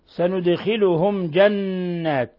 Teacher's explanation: نون مشددة تغن مقدار حركتين، تعطى غن مقدار حركتين